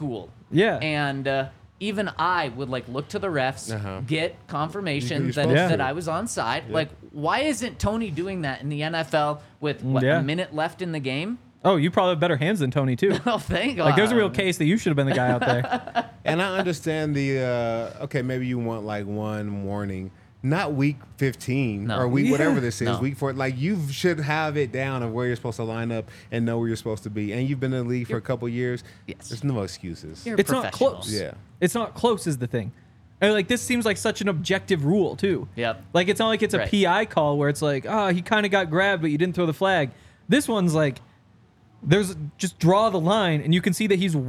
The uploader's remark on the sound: coming to you LIVE from the DNVR Bar